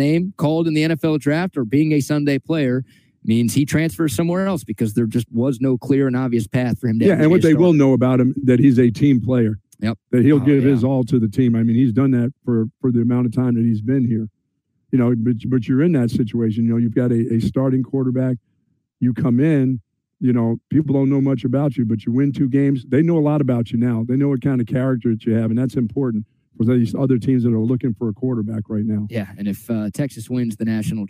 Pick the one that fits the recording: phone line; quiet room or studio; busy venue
busy venue